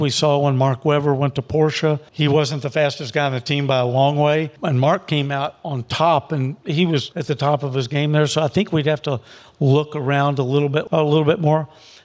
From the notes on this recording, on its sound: Take TCC on the road to the 2023 Pebble Beach Concours d'Elegance for an episode recorded in front of a live audience.